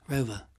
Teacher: And if R follows a vowel sound in a rhotic accent, we pronounce it. But in a non-rhotic accent, which is closer to London, you drop the R sound.